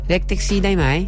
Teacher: Tapi sebut tu kena ada lentok sikit lah, bunyi sengau sikit.